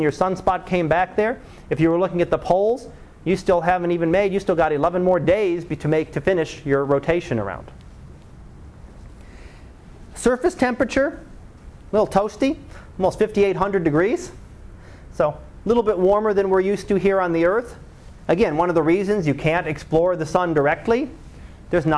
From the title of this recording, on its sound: Live Class Lecture